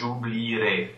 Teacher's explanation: when you use it in the future tense, that E stays there, but it just becomes silent